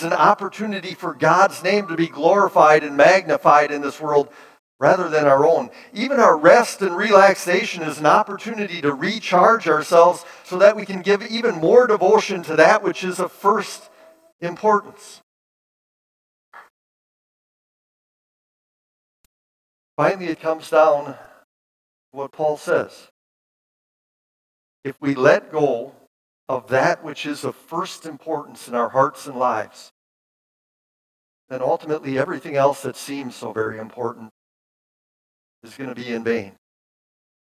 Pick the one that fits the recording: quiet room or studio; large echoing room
large echoing room